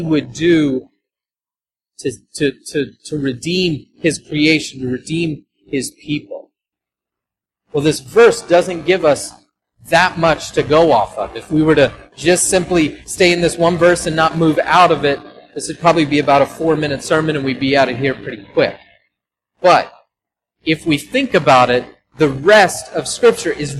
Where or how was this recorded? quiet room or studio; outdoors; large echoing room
large echoing room